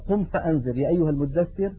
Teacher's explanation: يعني مثلا قم فأنذر يا أيها المدثر، قم فأن ينتقل من مخرج الهمزة في كلمة أنذر إلى مخرج الذال وهو طرف اللسان مع أطراف الثنايا العليا · Term: الإخفاء